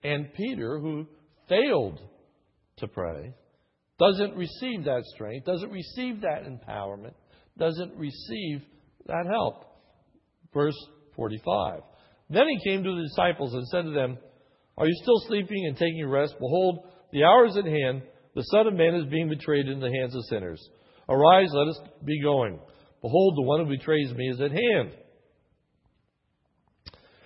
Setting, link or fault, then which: setting, large echoing room